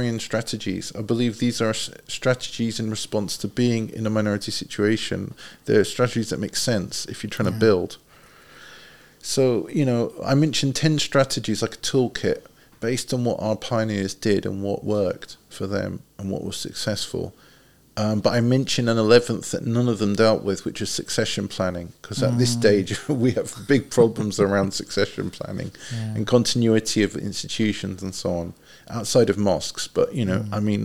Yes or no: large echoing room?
no